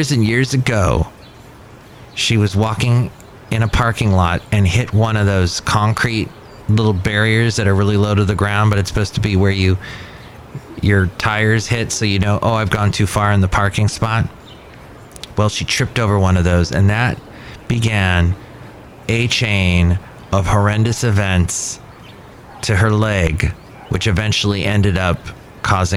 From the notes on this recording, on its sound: Podcasts live from Café Anyway.